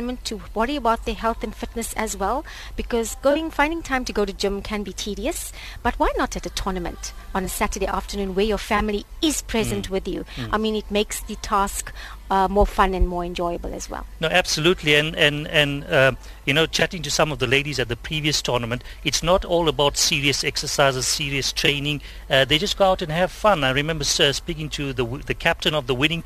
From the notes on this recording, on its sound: The Official Drive team was live at the fifth edition of the National Masters Volleyball Championship held at UKZN. A record men’s field of 24 teams while nine female sides descended on Durban for the tournament.